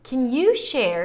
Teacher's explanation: she does pronounce the U fully because she's stressing it. So it's either asking, can you share, raising the pitch for you, or you can just say, can you share, stressing the share.